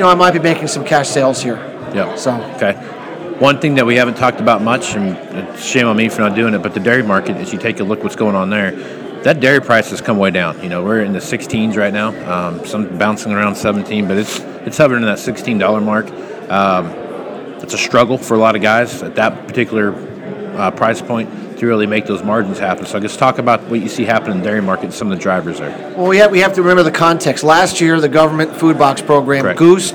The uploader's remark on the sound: live at the Moving Iron Summit